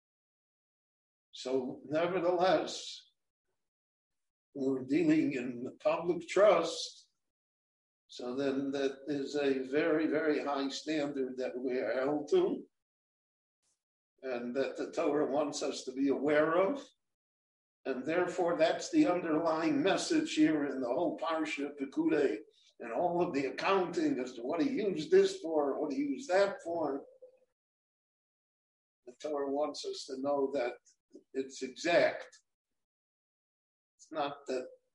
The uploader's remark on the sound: This short Dvar torah was recorded LIVE in Jerusalem at Beit Knesset HaNassi on March 9, 2021.